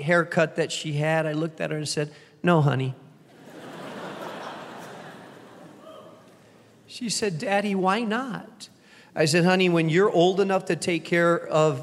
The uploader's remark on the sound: Keynote address to those attending Founders Week 2023.